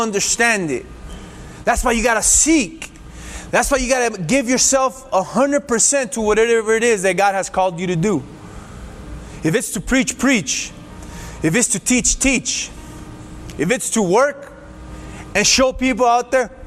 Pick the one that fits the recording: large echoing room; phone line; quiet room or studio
large echoing room